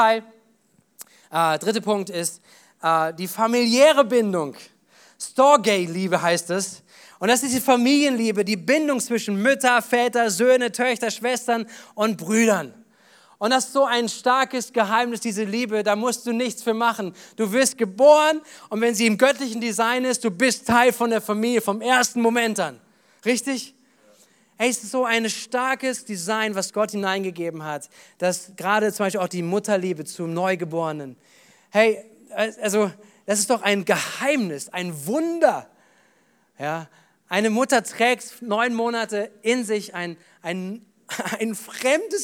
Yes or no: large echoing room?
yes